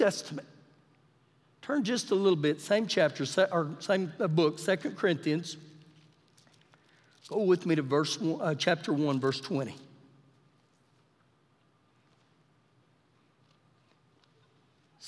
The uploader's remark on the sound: Recorded live during our Wednesday night service